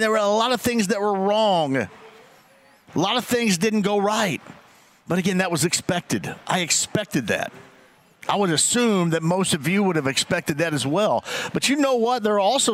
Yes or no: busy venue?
yes